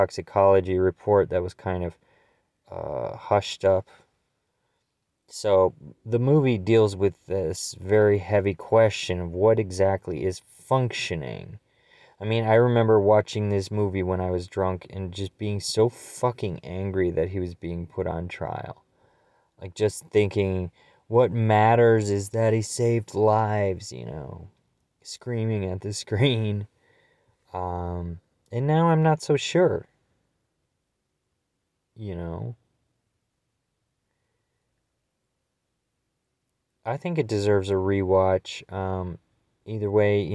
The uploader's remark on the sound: we were able to whip this one up with a cellphone and a prayer